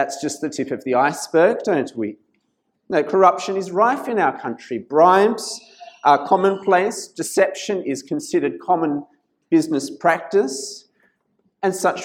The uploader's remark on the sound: This sermon was preached at St Mary's Cathedral, Kuala Lumpur on 17th November 2019.